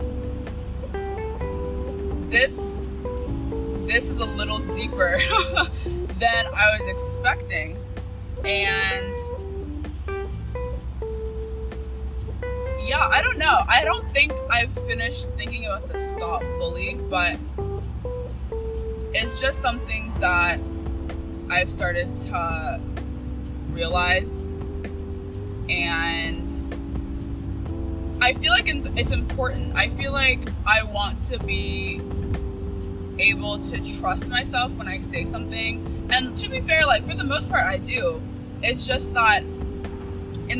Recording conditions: background noise